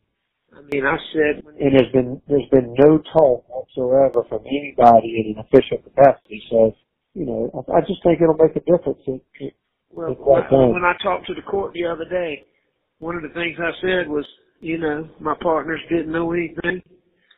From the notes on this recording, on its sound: jailhouse phone calls